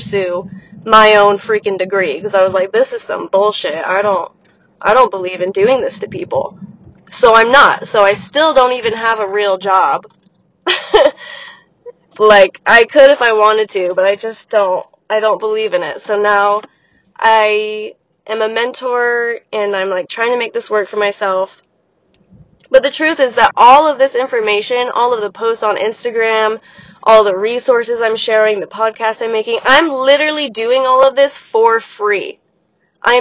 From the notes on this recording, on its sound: warning: scratchy audio + sick stuffy nose voice